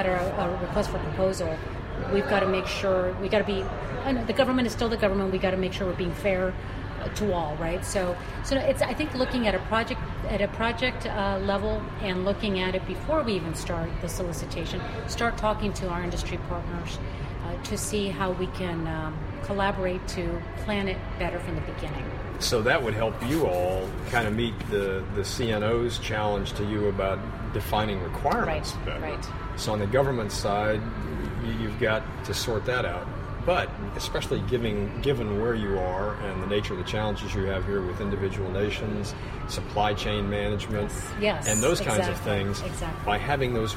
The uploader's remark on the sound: live from the NAVFAC EURAFSWA-SAME Government-Industry Engagement Forum in Naples, Italy